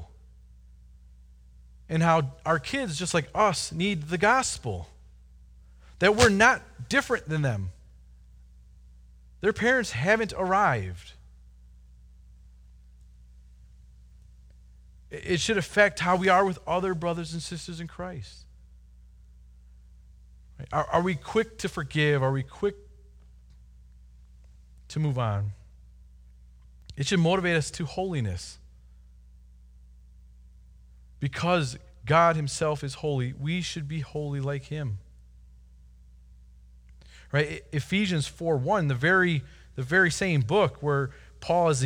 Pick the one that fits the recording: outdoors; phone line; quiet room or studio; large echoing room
large echoing room